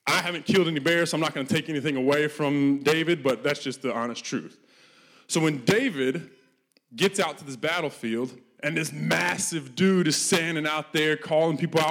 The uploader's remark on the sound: This message was recorded live at our Malmö Gathering on Sunday, July 16th, 2023. C3 Church Malmö & Lund.